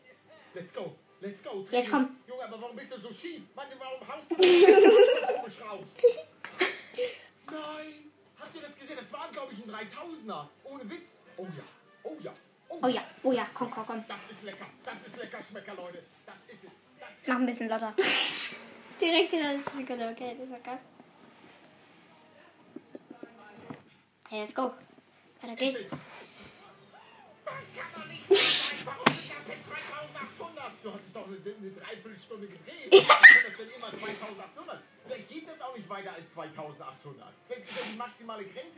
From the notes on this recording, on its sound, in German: Meine Mutter hat die Aufnahme zerstört